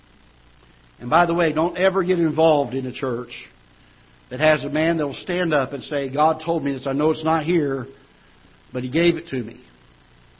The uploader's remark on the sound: Ketha Heights Baptist Church ~ Live Broadcast